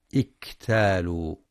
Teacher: وينتبه لشدة الكاف وهمسها في كلمة اكتالوا